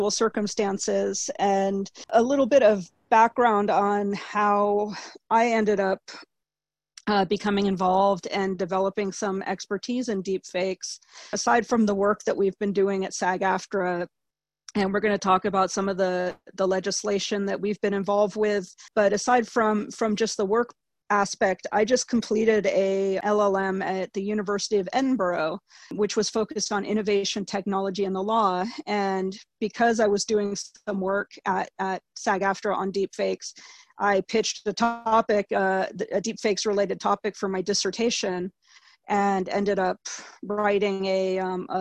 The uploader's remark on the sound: Please note that the audio was recorded over a Zoom webinar and may have some playback issues.